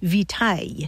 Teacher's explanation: So it's related to words like vitality and vitamin. And then Latin victualis passed into French, but along the way it lost that hard C sound